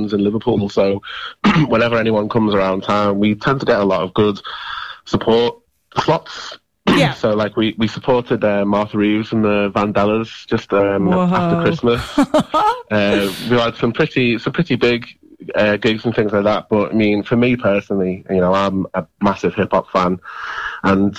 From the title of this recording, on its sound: Phone Interview